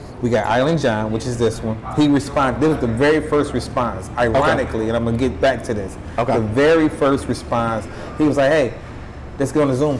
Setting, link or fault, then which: setting, busy venue